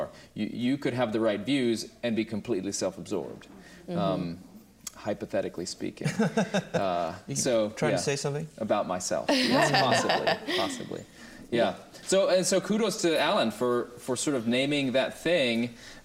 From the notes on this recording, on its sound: Recorded in front of an audience at the 4th annual Mbird Conference in Tyler, TX.